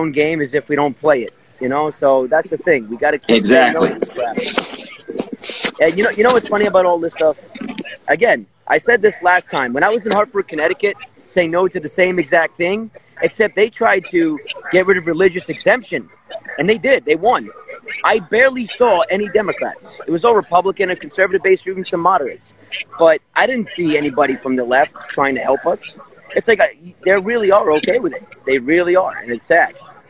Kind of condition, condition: setting, outdoors